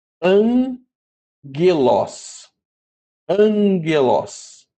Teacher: esse primeiro gama aqui, ele muda a sua sonorização de G para N · Term: som de N